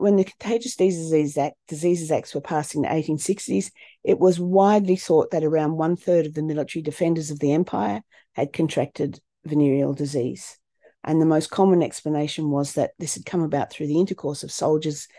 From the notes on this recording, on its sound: A live webinar on 10am Sunday 19th November 2023.